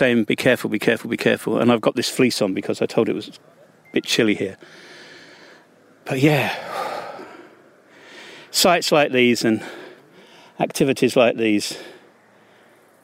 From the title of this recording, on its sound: On the Rock Face at the Drill and Chill Festival near the Banja Luka